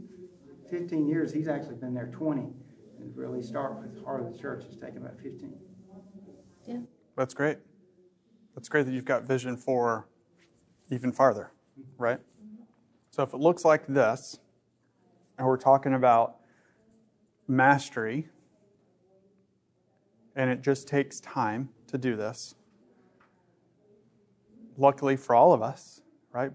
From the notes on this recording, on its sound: This episode is from Lifeway, recorded at the National Disciple Making Forum.